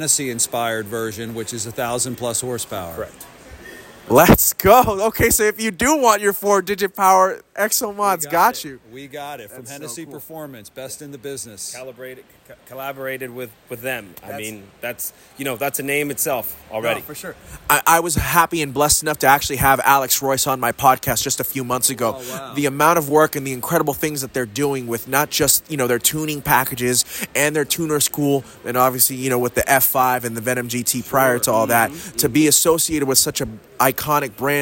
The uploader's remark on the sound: Live from Barrett Jackson